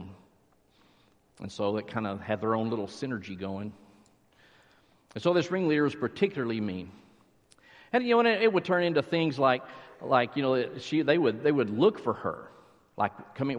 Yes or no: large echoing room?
yes